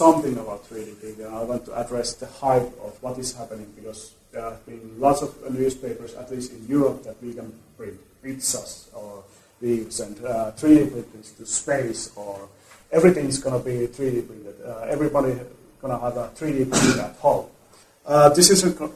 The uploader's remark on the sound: In this episode you will hear a public lecture. At Nordic Centre.